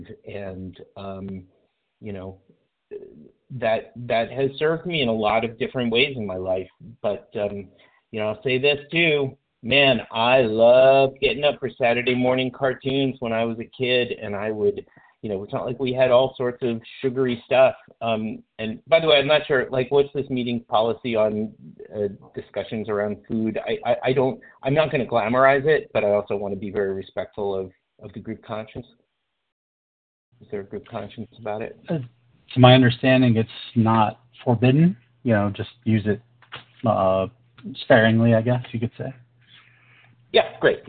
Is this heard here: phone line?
yes